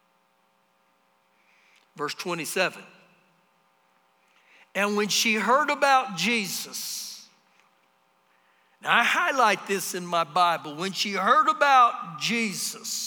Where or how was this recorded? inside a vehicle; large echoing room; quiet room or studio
large echoing room